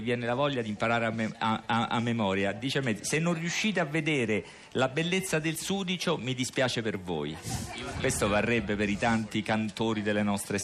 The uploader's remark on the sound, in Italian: Fahrenheit al Festivaletteratura di Mantova.